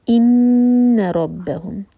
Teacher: ان نون پر غنہ، 2 seconds کا ٹائم دینا ہوگا. ان ربہم، ہم کا میم ہے اس کے بعد ہے بہم، ایمٹی میم کے بعد با، تو اخفاء شفوی کرنا ہوگا.